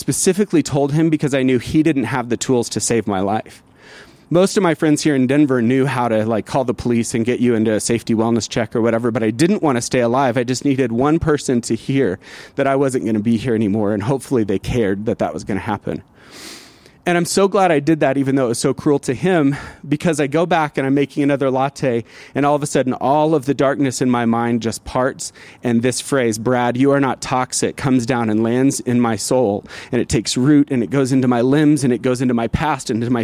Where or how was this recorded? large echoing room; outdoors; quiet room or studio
outdoors